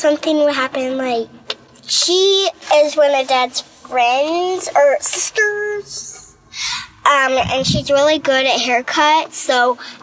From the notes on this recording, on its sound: We pulled off the road